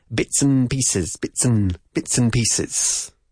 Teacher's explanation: ¿Qué pasa? Que no solemos pronunciar la D final de la palabra and